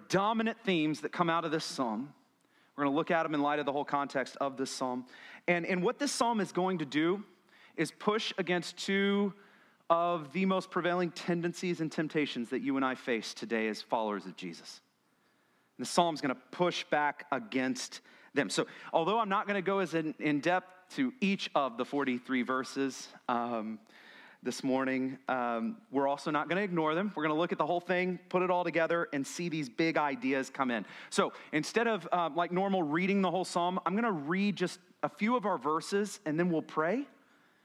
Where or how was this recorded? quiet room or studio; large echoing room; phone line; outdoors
large echoing room